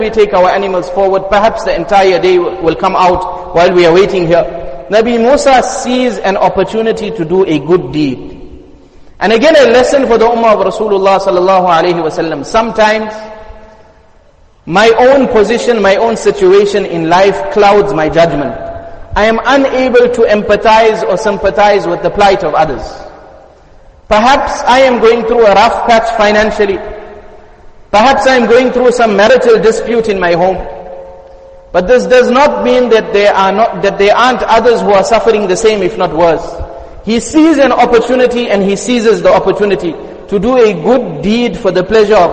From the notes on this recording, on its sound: Jumuah Lecture Masjid us Saliheen